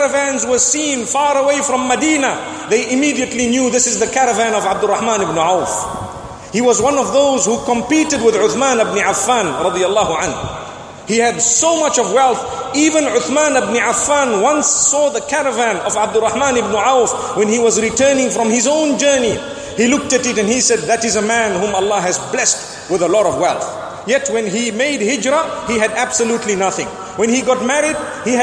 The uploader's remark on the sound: Delivered at Tuanku Mizan Zainal Abidin Musjid